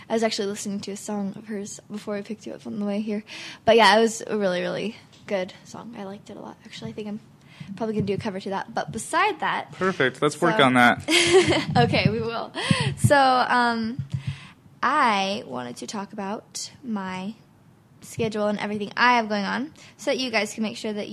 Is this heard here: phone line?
no